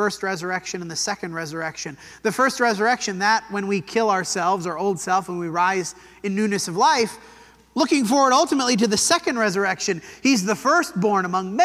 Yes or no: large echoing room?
yes